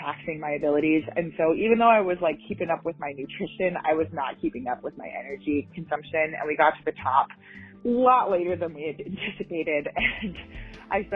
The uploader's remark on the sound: Thanks to everyone who called in!